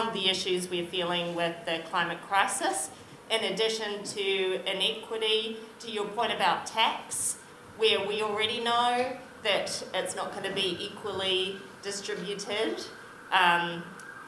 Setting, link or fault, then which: setting, live audience